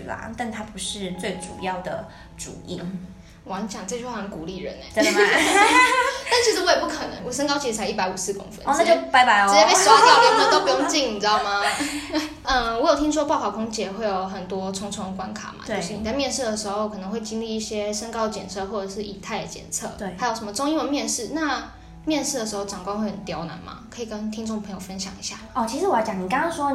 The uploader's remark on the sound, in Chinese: 本集因場地錄音關係，技術不夠成熟，些許回音或雜音， 已利用一些背景音樂遮掉請各位見諒。